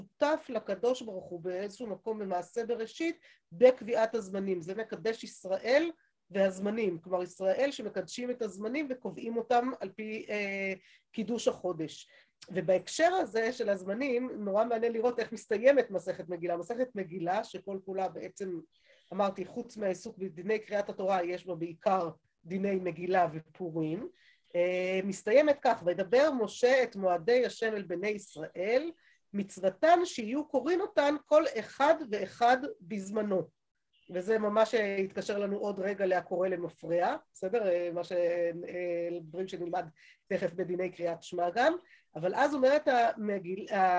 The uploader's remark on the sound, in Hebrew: השיעור הועבר והוקלט בזום. בישוב עלי.